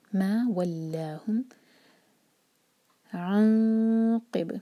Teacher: نون پر اخفاء اور ہیوی اخفاء کیونکہ next letter قاف ہے